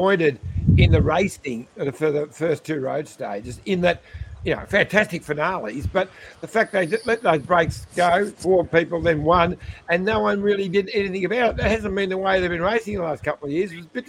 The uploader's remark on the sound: Live from stage 4 at the Tour de France!